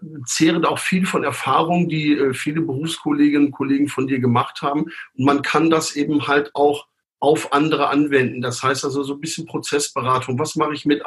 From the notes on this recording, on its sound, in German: Zoom Videotelefonie